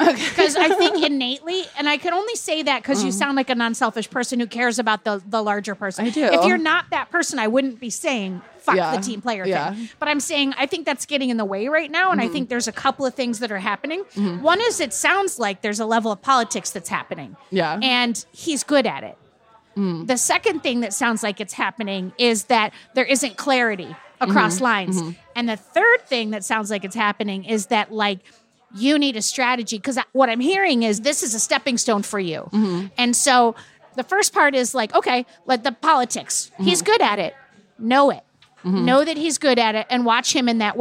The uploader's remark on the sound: Take the show to a bar for live questions from folks with problems enjoying cocktails.